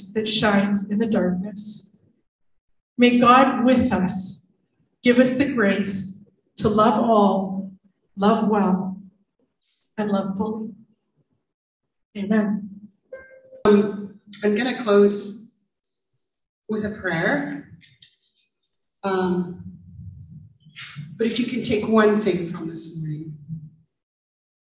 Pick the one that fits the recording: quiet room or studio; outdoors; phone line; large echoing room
large echoing room